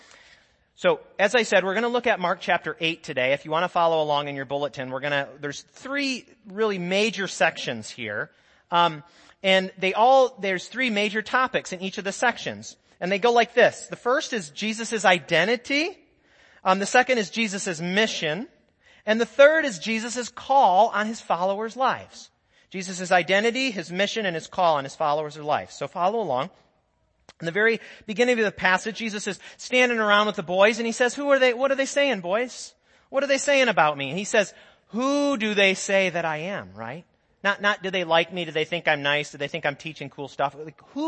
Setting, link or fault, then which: setting, large echoing room